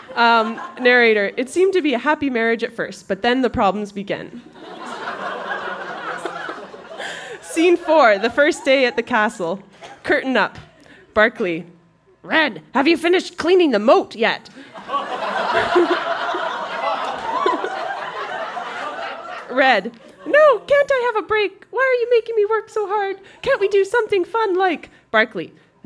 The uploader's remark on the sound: Recorded live at the Mercury Room in Edmonton, AB.